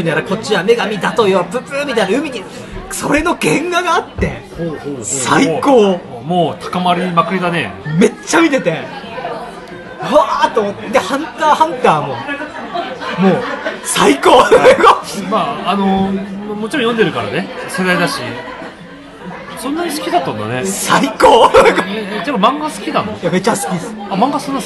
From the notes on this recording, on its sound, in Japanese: 居酒屋で収録したので飲食店の騒音感があります